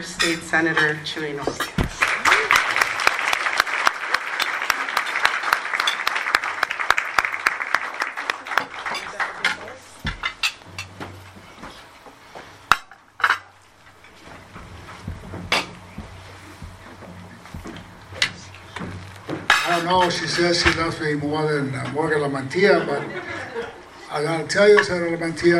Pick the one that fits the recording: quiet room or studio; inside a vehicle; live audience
live audience